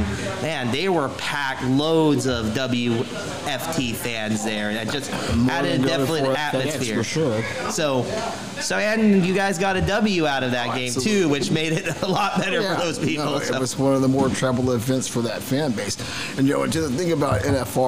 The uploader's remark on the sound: recorded at the legendary Max's Tavern